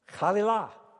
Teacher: The third syllable is la. And the emphasis, the accent, was probably on the last syllable